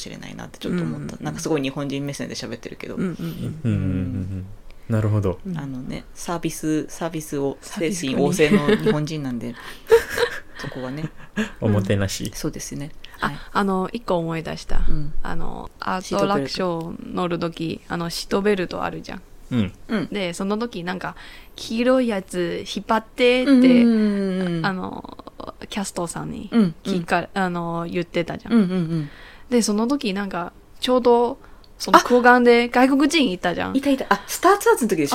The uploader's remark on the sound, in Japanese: 窓を開けて収録していたので、風でドアが揺れる音が入ってしまい、お聞き苦しいところがあります。ごめんなさい…！